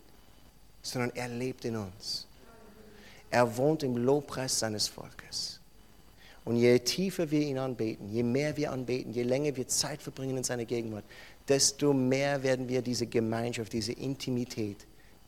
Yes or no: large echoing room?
yes